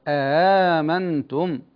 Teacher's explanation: قرأ ورش وجملة من القراء قرأوا بتسهيل الهمزة الثانية هكذا آمنتم، وعلى هذا له تثليث البدل في الألف التي بعد الهمزة، فهذا بدل مغير بالتسهيل، يعني يقرأ آمنتم حركتان، وآمنتم أربع حركات، وآمنتم بمقدار ست حركات.